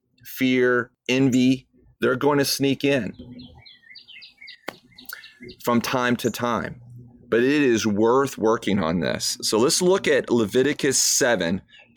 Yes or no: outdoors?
yes